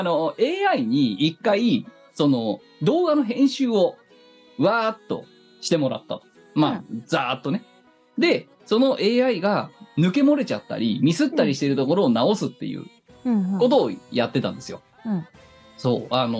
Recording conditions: video call